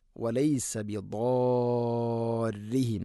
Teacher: ഷദ്ദുണ്ടെങ്കിലും റി എന്നല്ല, റാഇനെ തർഖീഖ് ചെയ്യണം